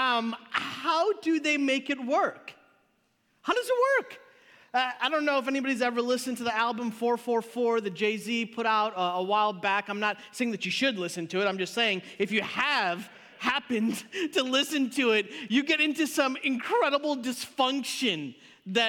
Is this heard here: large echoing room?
yes